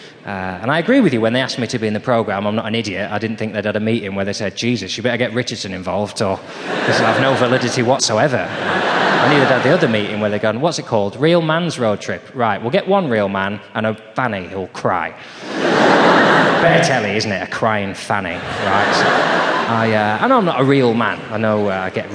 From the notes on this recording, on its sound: Recorded live in front of a sold out audience at the legendary Hammersmith Apollo.